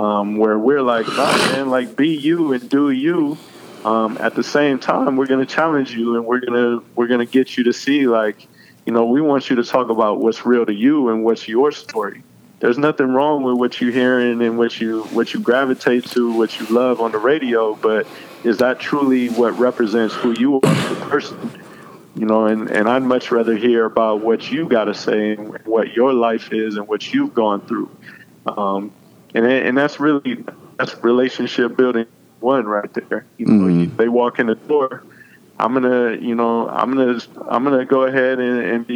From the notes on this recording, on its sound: connects via phone